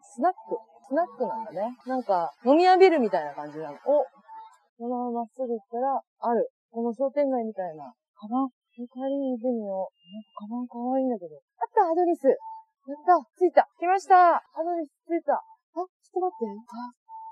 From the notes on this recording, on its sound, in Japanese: お散歩しながらの収録のため聞き取りづらい場面があると思いますがご了承願います